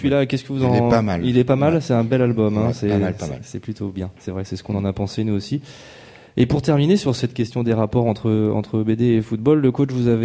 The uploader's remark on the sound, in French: Le festival de Bande Dessinée BADAM ! Réunir autour de la table, dressée à l’Autoportrait (voisin de la Réserve à Bulle – centre névralgique du festival).